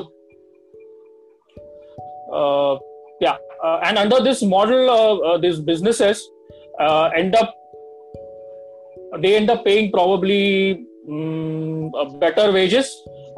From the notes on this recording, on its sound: interactive session over zoom